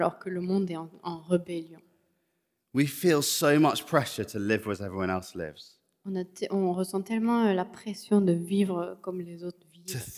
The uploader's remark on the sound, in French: Enregistré à l'église CVV